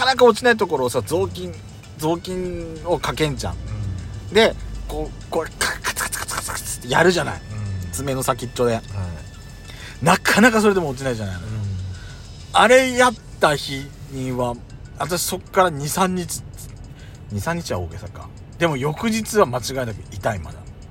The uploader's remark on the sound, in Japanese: パーキング収録